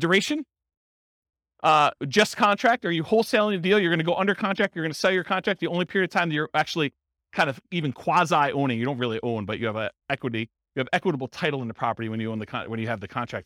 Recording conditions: live audience